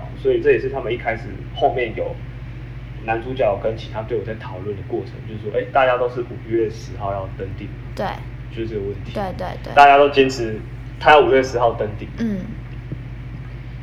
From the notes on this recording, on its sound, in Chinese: 這次遠距錄音雜訊比較多還請見諒